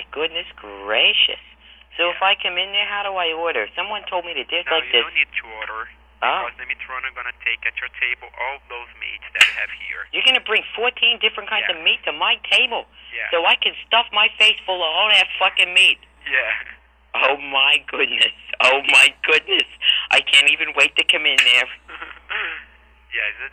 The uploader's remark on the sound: RBCP's Personal Prank Phone Calls Collection